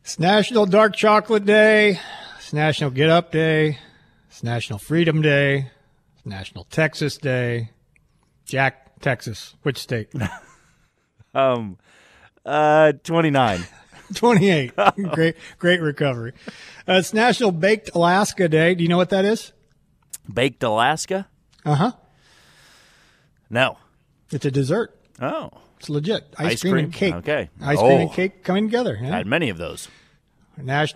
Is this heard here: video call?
no